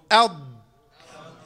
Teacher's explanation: حرف الضاد من حافتي اللسان مع الأضراس